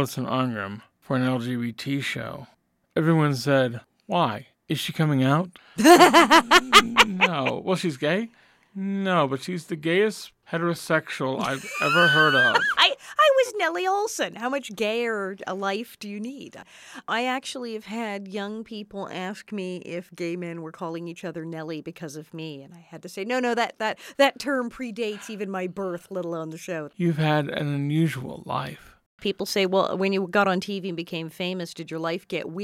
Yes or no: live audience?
no